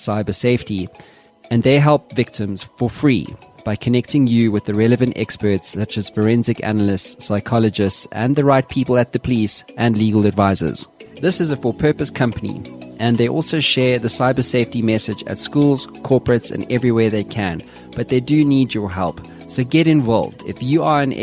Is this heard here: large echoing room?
no